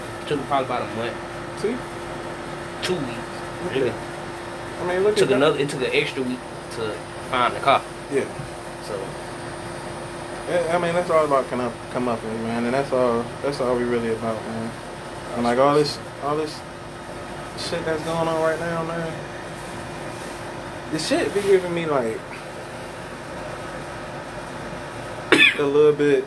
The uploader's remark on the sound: "Balcony Banter". Outside noises are heard, given where we recorded.